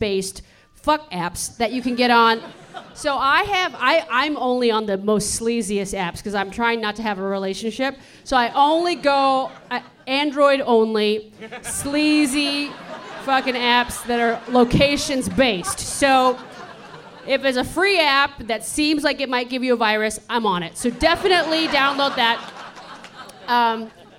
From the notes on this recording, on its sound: This episode was recorded live at San Francisco's Sketchfest!